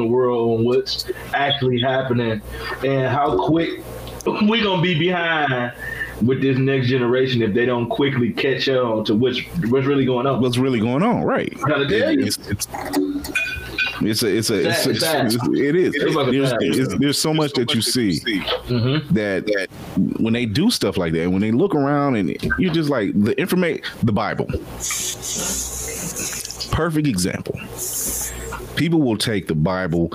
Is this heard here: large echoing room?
no